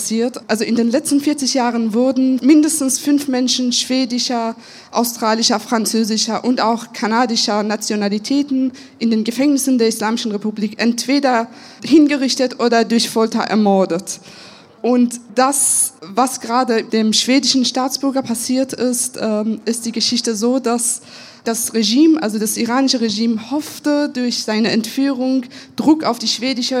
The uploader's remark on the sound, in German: LIVE aus der US-Botschaft in Berlin